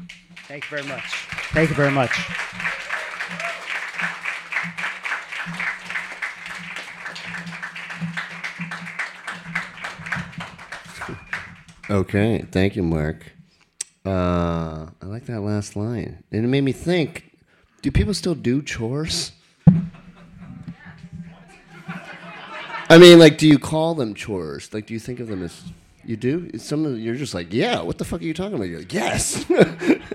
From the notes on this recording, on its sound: Brooklyn Poets Yawp open mic